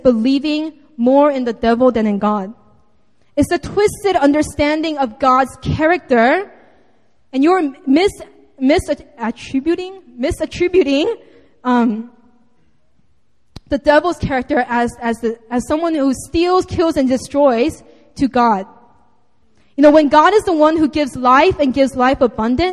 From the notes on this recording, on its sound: Sunday Service (Seaside Campus 2:30pm)